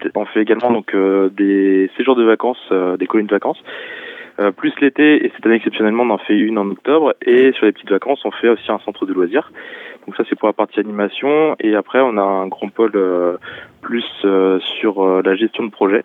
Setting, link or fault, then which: link, phone line